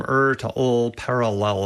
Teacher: So your mouth has to go from er to ul